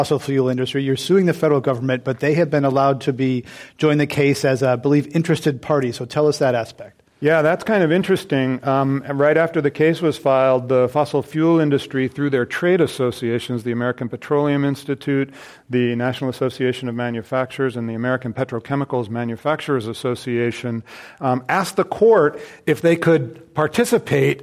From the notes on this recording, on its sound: This program was recorded in front of a live audience at the Commonwealth Club of California on February 9, 2016.